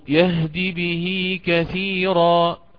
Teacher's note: ولو كانت الهاء مكسورة وصلتها بياء، لأن الياء تناسب الكسرة، فأقرأ مثلا يهدي به كثيرا، لم أقل به كثيرا بل قلت به كثيرا. · Term: الصلة الصغرى